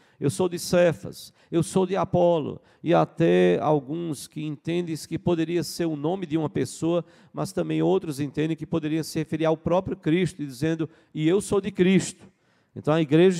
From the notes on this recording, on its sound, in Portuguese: Culto matinal(9h) presencial e transmitido ao vivo no domingo (20/11/2022).